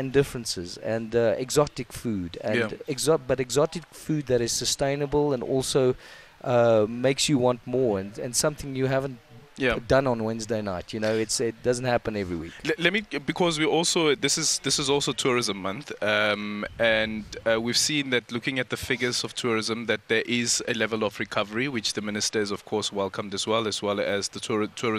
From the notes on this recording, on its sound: We have been broadcasting live from the Carnivore Restaurant in Muldesdrift.